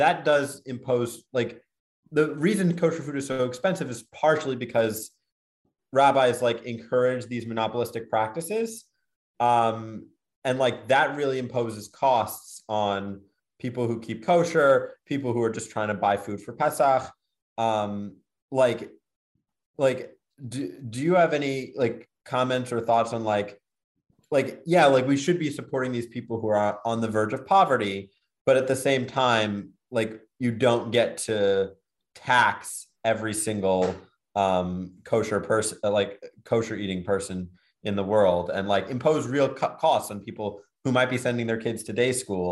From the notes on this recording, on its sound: This audio was originally captured from Zoom